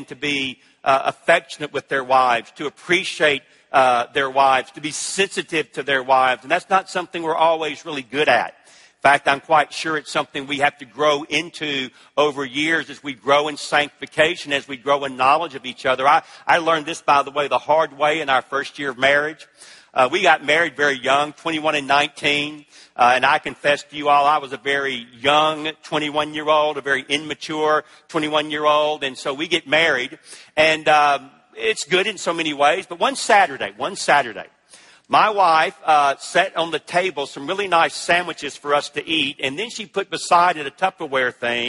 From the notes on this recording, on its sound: At the ERLC National Conference.